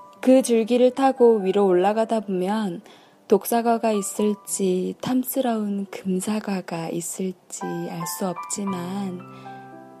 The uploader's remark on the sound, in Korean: 녹음 장비가 고장났습니다.. 휴대폰으로 녹음햐서 녹음 상태가 그리 좋지 않네요ㅠㅠ.